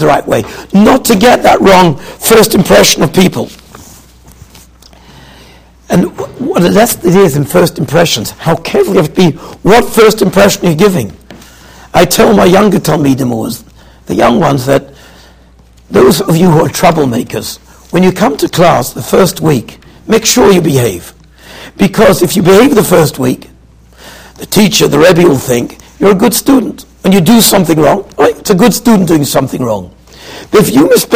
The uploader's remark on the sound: Shiur recorded in Yeshivas Ohr Reuven, Monsey, NY.